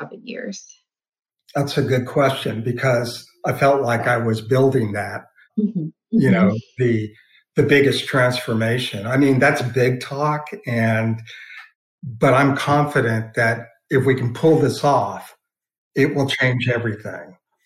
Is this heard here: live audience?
no